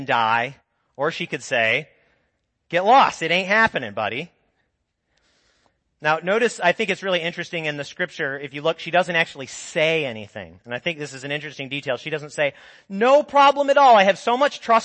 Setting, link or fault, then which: setting, large echoing room